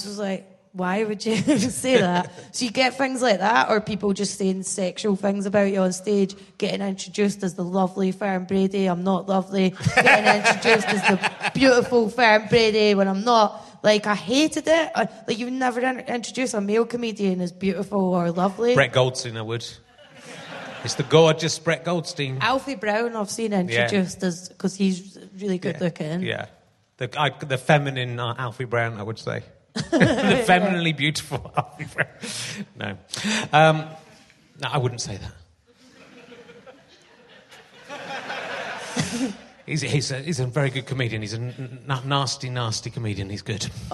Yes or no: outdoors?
no